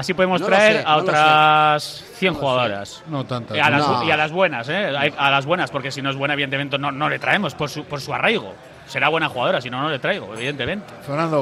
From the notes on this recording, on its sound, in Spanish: Debate abierto en la mesa redonda del Ein Prosit. La "tasca" más futbolera de Euskadi, esa que tiene en sus paredes cientos de bufandas, banderas e historias que van dejando los aficionados de todos los equipos que pasan por Bilbao.